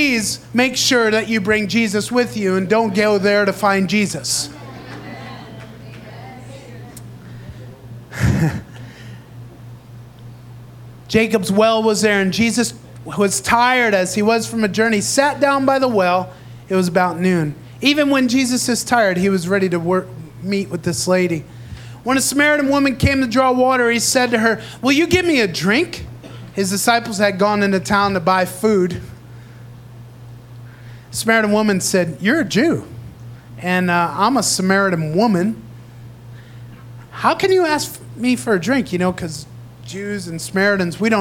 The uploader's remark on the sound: Recorded live in Praise Revival Center in Davao City, Philippines.